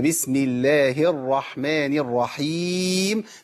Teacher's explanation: الراء هنا مفخمه لان الراء هنا ايه؟ الراء مشدده بالفتح